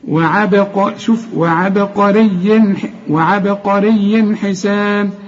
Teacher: القاف مفخمة بقى، الراء مرققة لأنها مكسورة